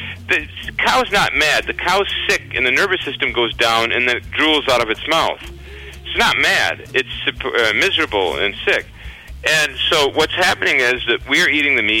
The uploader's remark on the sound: your phone calls